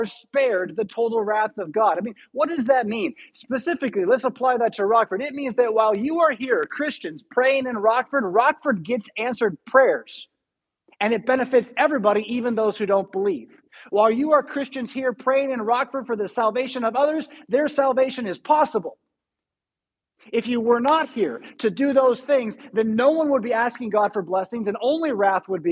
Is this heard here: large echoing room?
yes